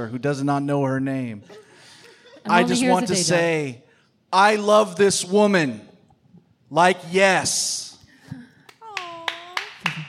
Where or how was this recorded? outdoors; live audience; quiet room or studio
live audience